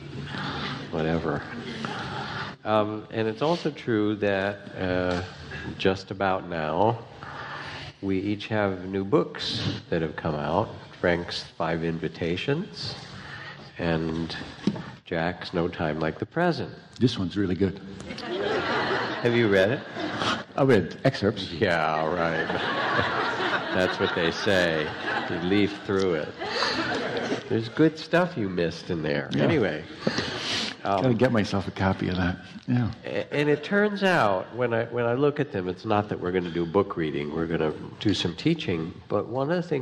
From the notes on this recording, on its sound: live on stage